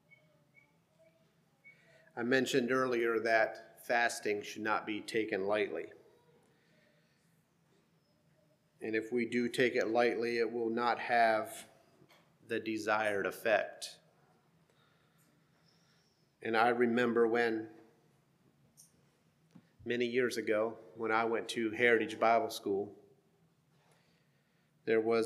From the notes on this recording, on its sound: Sermon preached at HMC, October 29,2023